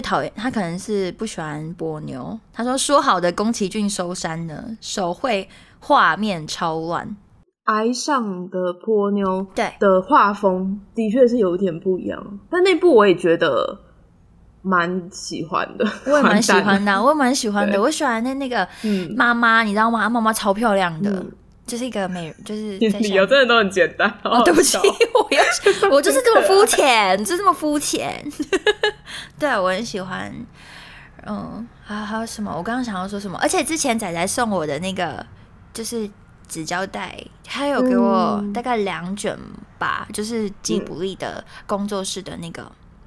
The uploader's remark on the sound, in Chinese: 因為是即時收音，會有一些現場音或不可抗力干擾。感謝這集提供callin語音的朋友們。